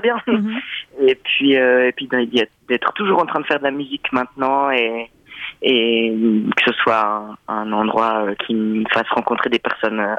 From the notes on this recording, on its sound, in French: Interview téléphonique